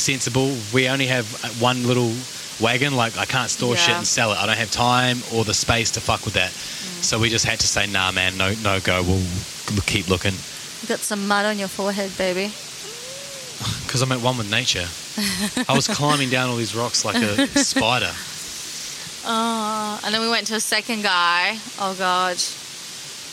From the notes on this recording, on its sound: Bouncing over boulders we traverse through a river way for the perfect podcast setting (ambient sound involved). In the Blistering North Queensland heat we sit down to chat.